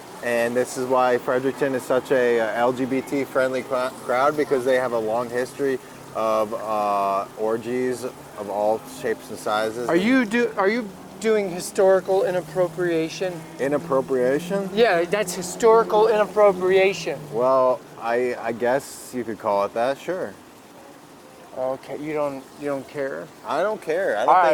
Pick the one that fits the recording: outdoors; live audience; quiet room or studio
outdoors